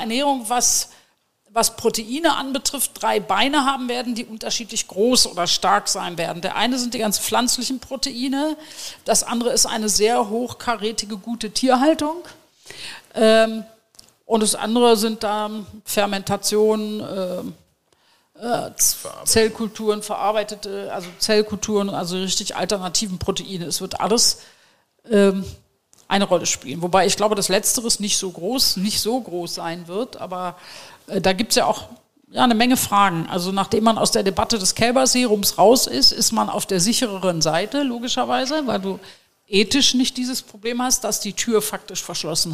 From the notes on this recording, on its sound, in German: Den wir live beim Food Innovation Camp vor Publikum aufgezeichnet haben.